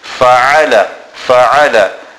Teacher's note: Ayn is pronounced from the center of the throat. We must actually feel it emitting from there.